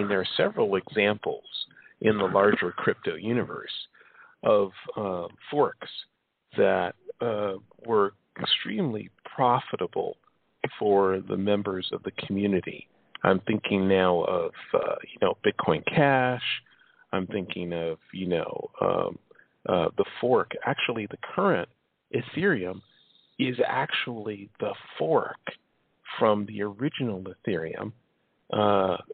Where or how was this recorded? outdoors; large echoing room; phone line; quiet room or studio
phone line